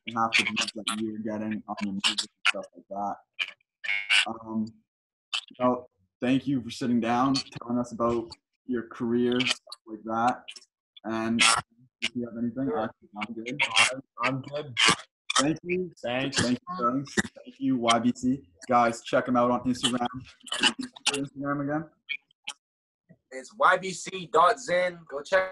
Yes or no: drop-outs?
yes